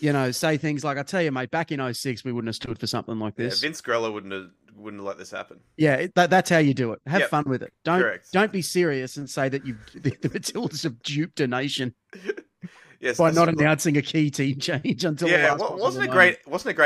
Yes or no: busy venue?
no